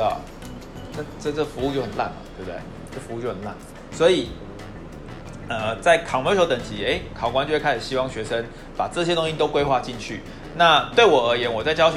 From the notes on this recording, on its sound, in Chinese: 不知道為啥這集錄音雜音有點重